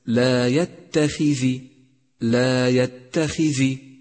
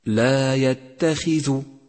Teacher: الذال مكسورة وليست مضمومة، فضمها خطأ شائع · Shown in: first take